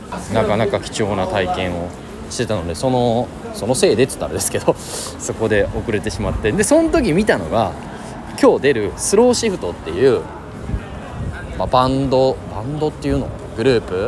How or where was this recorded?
busy venue